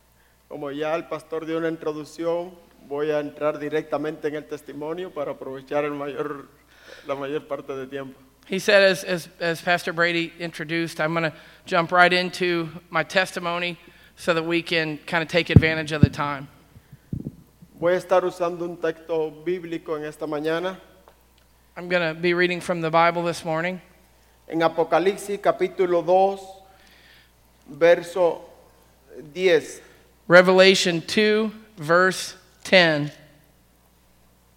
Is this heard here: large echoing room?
yes